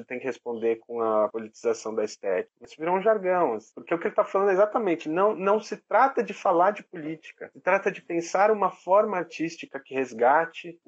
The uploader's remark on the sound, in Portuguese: excertos do áudio da conversa realizada ao vivo no instagram